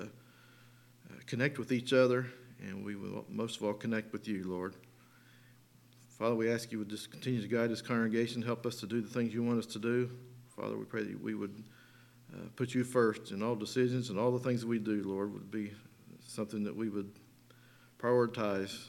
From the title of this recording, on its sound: Sunday Morning Service